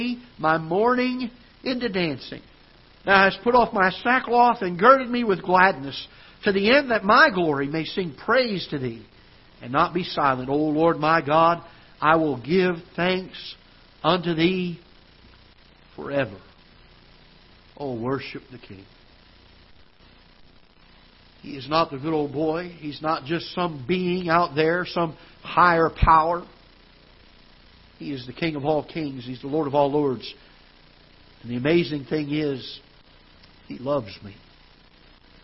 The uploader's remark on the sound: Ketha Heights Baptist Church ~ Live Broadcast.